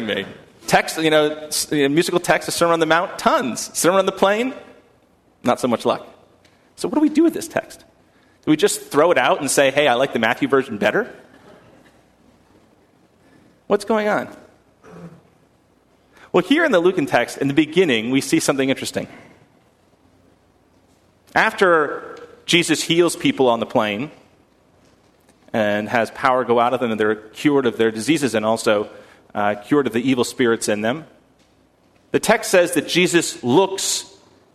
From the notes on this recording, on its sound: at First Congregational Church of Houston